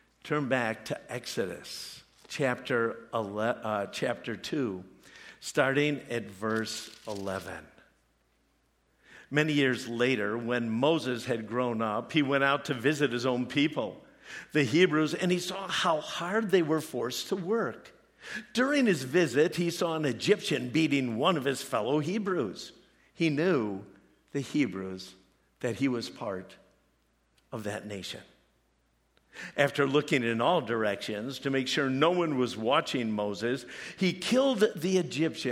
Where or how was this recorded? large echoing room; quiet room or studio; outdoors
large echoing room